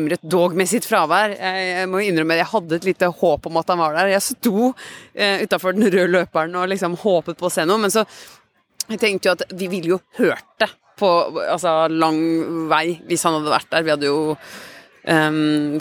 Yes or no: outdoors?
yes